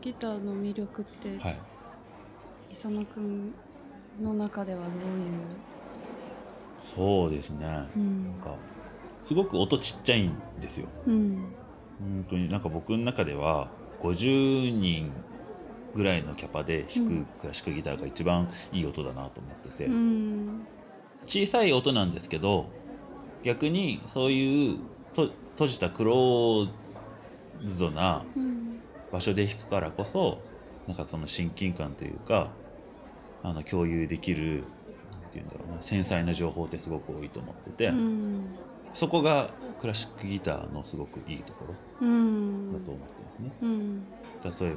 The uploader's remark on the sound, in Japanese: 収録は東京・代々木八幡のリトルナップコーヒーにて。